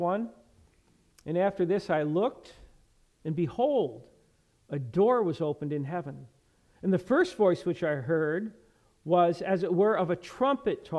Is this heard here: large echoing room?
yes